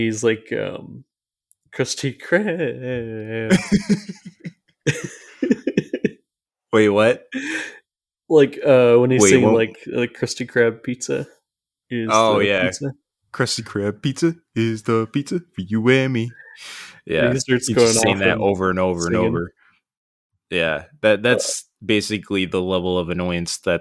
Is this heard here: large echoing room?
no